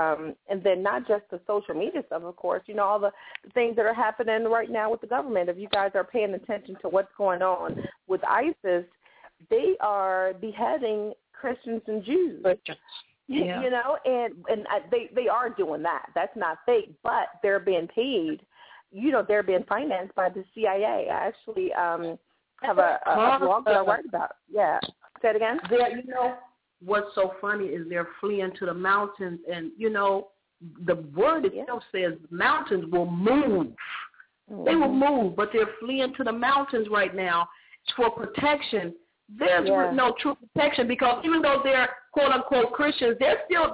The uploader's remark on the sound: opens up the phone lines